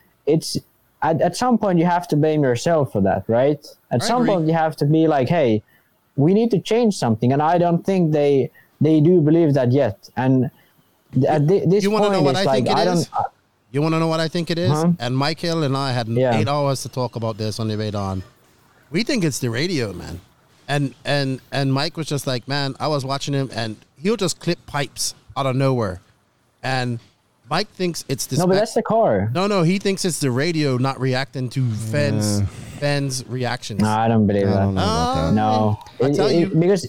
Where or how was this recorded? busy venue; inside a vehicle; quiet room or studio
busy venue